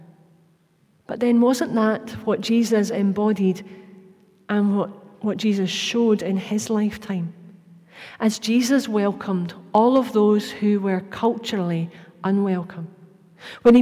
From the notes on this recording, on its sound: Live at the Old Kirk. The audio from this morning's service in the Old Kirk.